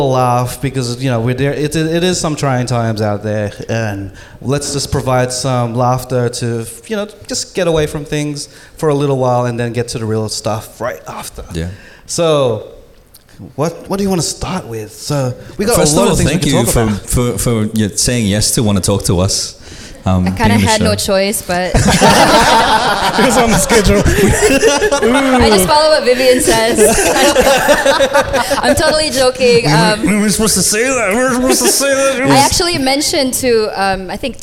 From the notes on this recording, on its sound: Live at 4E Sydney Hip Hop Conference. Live at Leo Kelly Blacktown Arts Centre.